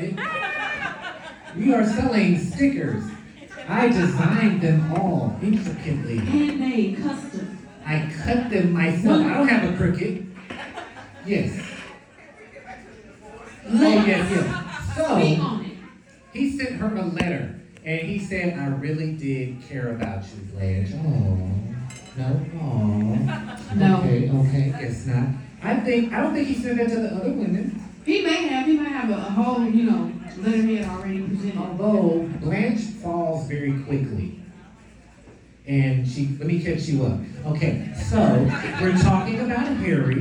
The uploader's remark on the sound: Live from The Golden Girls Kitchen. The second half of our LIVE episode taping from The Golden Girls Kitchen in Chicago!